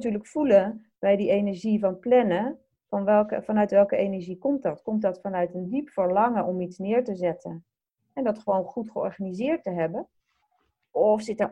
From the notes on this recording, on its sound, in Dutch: Opgenomen via Zoom, vanwege de coronacrisis.